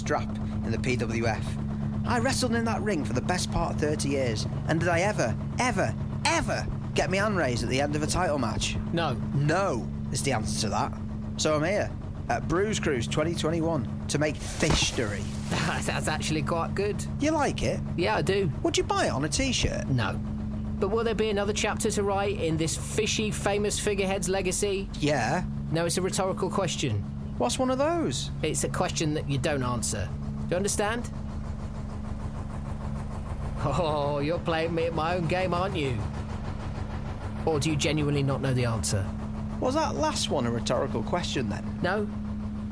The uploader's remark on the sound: As the UK begins to open up after lockdown, we take to the water for the first-ever Bruise Cruise, as the guys broadcast live from the HMS Tony Warren as it sails down the Manchester Ship Canal.